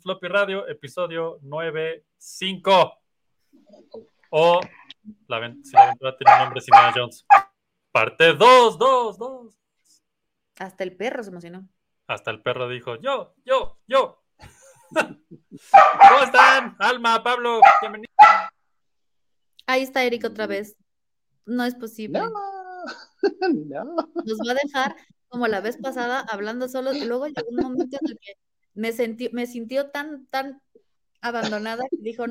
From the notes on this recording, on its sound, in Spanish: ¡esto sorteando todas las fallas técnicas imaginables por segunda ocasión pero saliendo adelante triunfantes para cerrar este dúo arqueológico de episodios pre-grabados!